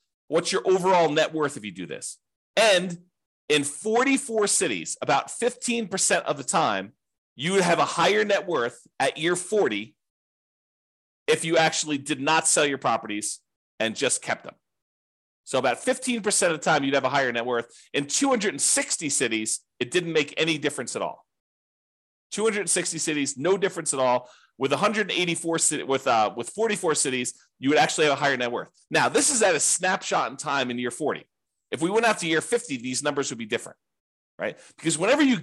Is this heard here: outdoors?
no